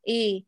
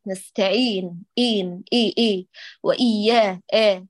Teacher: كل الاثنتان كصوت الإمالة الكبرى اللي هو على وزن بيت زيت